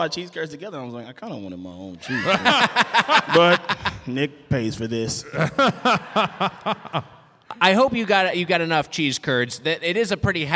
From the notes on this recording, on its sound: Recorded live at Turner Hall Ballroom in Milwaukee.